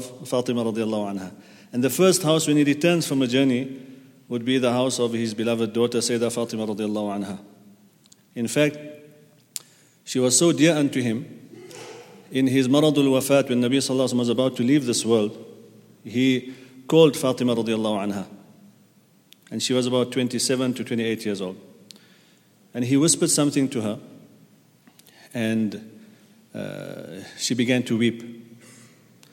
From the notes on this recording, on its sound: at the Houghton Masjid (West Street)